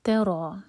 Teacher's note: تا لائٹ، را ہیوی